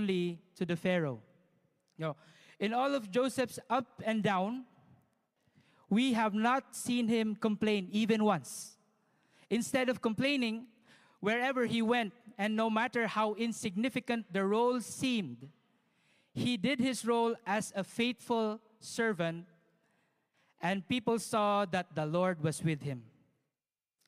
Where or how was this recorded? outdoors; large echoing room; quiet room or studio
large echoing room